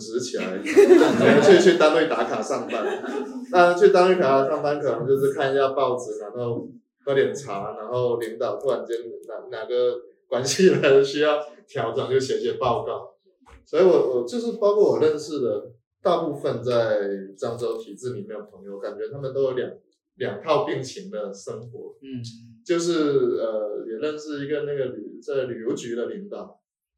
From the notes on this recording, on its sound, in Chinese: 本期是前阵子在一只耳的分享会 「流动！离开漳州县城的青年现状」 的现场录音整理。